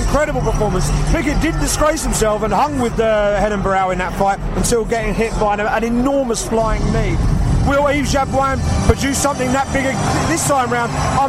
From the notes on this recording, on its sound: live reaction from cageside in Nottingham, England